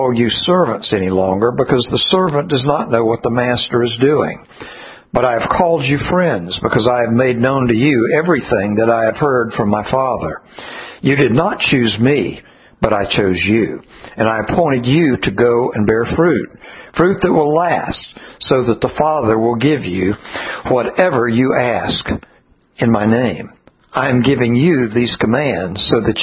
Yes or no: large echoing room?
yes